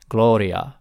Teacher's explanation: It's not quite an L, but it's a tap.